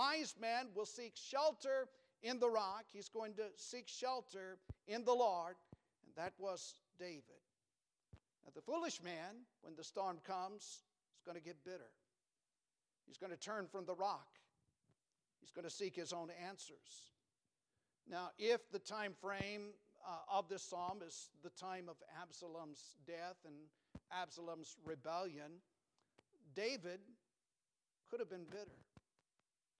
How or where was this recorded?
large echoing room